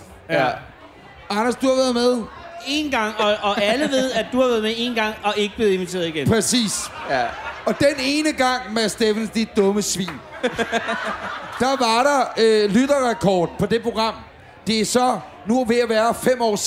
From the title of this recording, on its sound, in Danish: Live fra Jelling